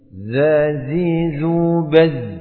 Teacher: Untuk huruf yang nafasnya ya seperti huruf zai ini yang berdekatan dengan sin ini kita harus hati-hati dan bisa membedakan antara zai dan sin yang sifatnya berbeda. Untuk zai sifatnya dari sisi nafas Zai tertahan.